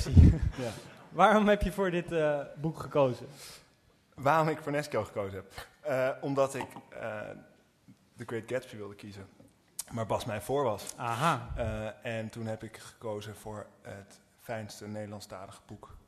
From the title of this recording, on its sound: Literaturfest Live III